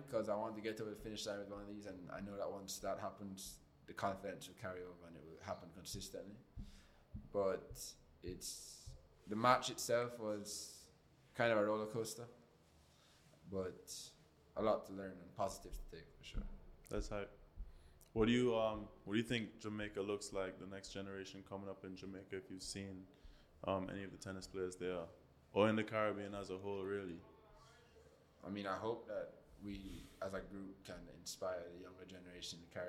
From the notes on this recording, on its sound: This episode of the Weekly Grind was recorded at the 2023 Panamerican Games in Santiago, Chile.